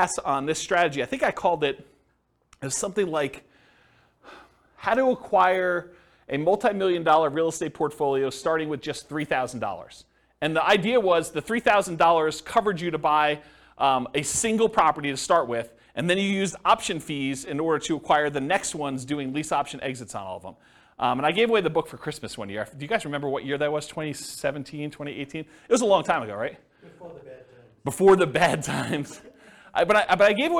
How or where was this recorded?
live audience